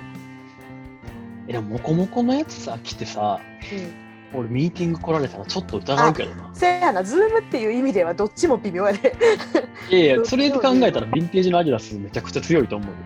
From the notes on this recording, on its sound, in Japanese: Zoomで収録回。今回は噂の「Zoom」で収録しました。